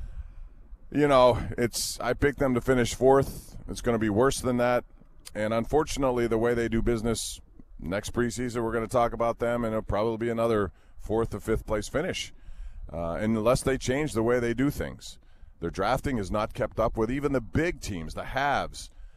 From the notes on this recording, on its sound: on location today from Steelers training camp in Latrobe